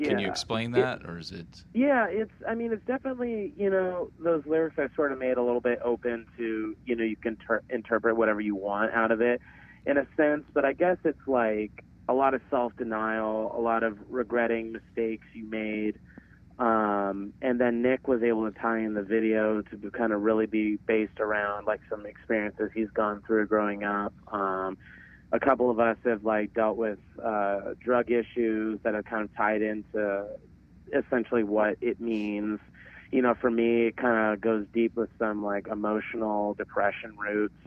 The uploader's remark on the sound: over the phone for a short interview